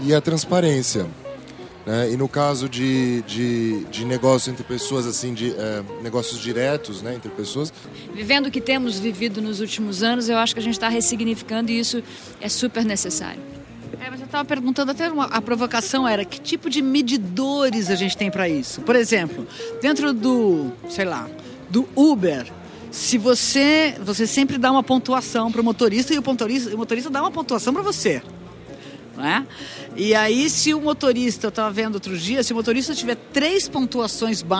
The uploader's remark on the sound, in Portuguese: Gravado no Festival Path com apoio da cerveja Sol.